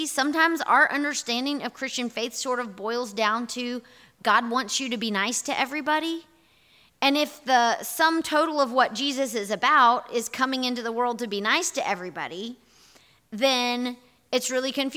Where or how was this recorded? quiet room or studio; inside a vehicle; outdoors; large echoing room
large echoing room